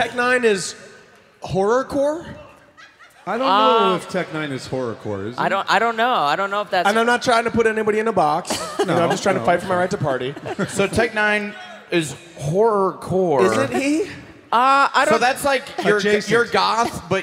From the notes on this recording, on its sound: Live From Kansas City!